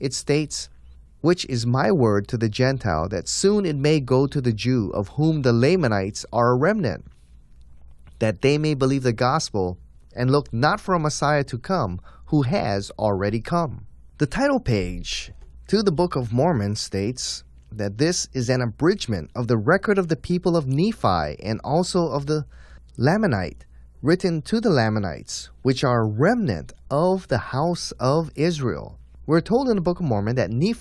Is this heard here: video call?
no